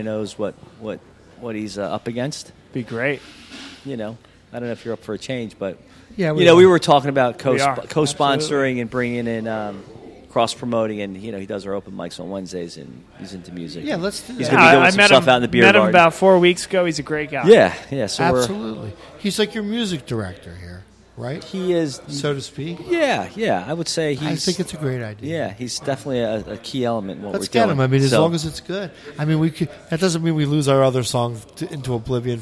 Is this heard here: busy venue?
yes